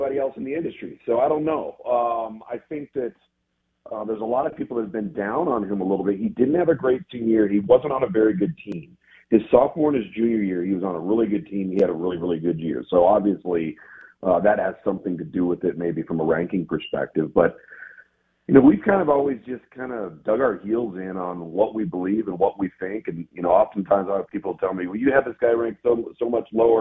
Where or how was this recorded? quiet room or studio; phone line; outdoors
phone line